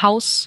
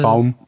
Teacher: so ein Gleitlaut, weil du gehst ja vom A zum U · Term: Diphthong